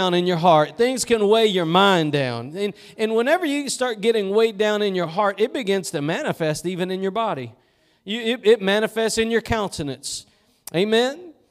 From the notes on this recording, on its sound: Preached at Gospel Lighthouse in Bossier City, La.